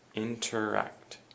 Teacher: interact also has the emphasis on the ak. Interact.